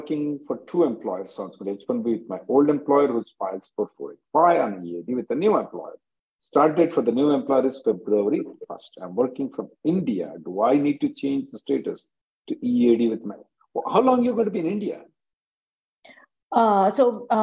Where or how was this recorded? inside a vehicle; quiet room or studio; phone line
phone line